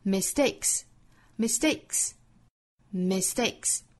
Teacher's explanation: mistake 这个词呢，重音在第二个音节